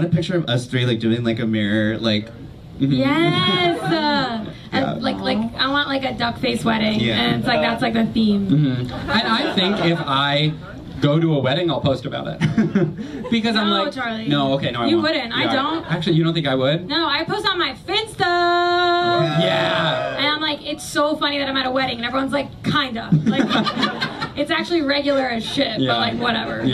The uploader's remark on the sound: It's our new york comedy festival live show episode!